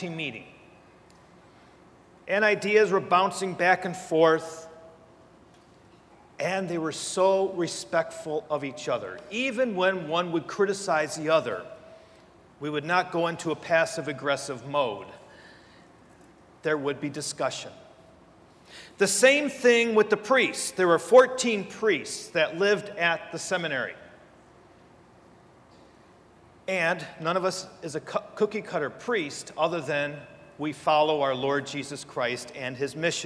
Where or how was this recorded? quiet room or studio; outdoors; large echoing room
large echoing room